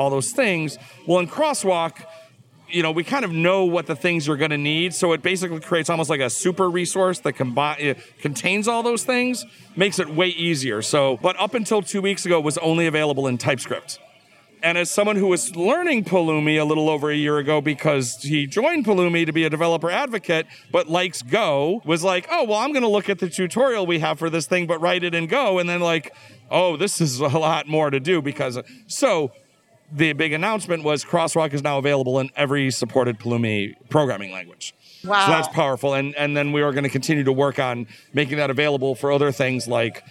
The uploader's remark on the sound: Recorded on the floor of KubeCon + CloudNativeCon Europe 2022. Recorded on the floor of KubeCon + CloudNativeCon Europe 2022.